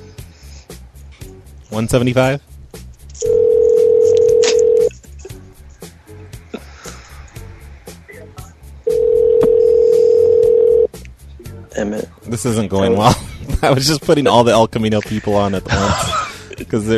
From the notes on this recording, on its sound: Prank Phone Calls